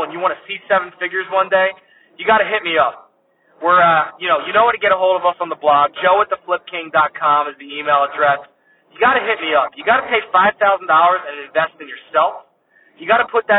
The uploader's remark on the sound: as I was driving this week I had some thoughts so I hit “record” and started talking to you (that’s why the audio quality is not the best)